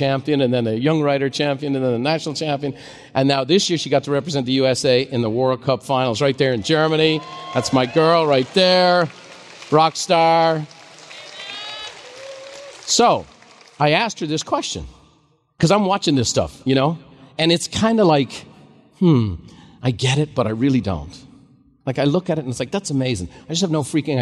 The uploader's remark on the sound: a special live recording